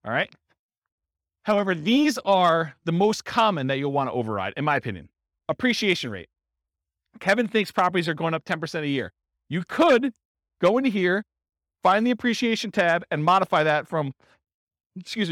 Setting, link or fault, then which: setting, live audience